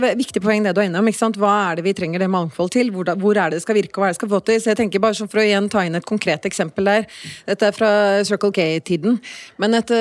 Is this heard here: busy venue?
yes